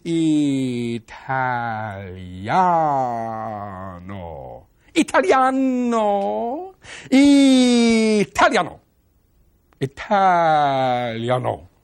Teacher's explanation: The consonants are clean enough to clearly separate these four vowels from each other, but they don't get in the way. They're not harsh and they're not brutal.